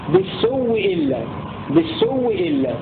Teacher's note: أدغم فيها الواو الأولى التي قبلها في لفظ بالسوء